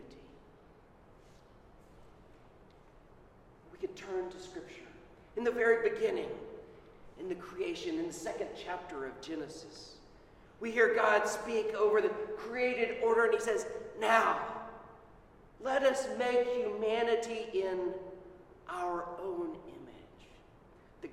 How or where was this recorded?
large echoing room